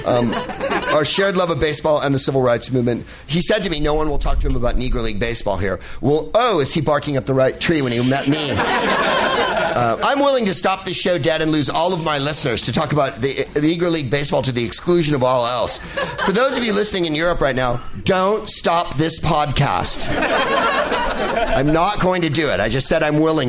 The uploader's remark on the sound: Live from the Punchline in Sacramento